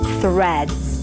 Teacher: You start with a voiceless TH sound, stick the tongue out, release air, then pull the tongue in for the R. Thr. Make sure the tongue doesn't touch the upper palate and round your lips.